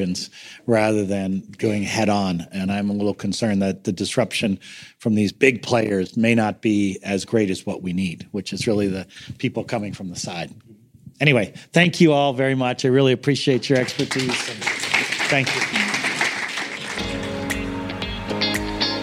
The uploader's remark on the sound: on the stage at DOCSF 2019